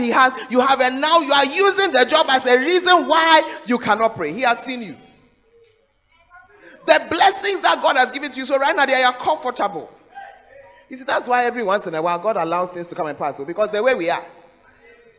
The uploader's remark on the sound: Preached At The Fountain Of Life Cathedral